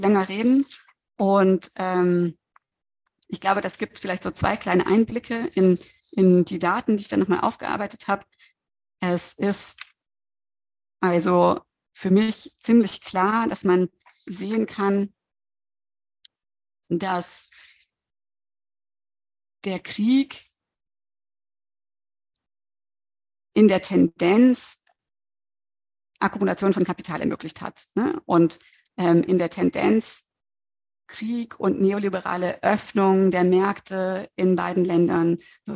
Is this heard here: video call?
yes